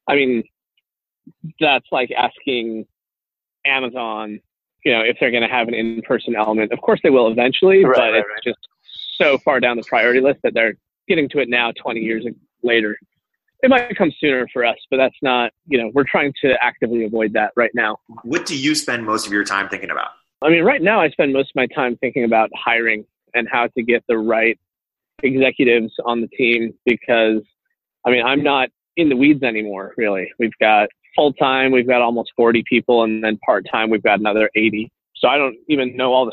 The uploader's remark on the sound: By the way, we apologize for the audio quality of this interview. Over the phone while he was on the move between meetings.